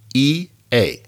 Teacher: Notice that the A is lower than the E?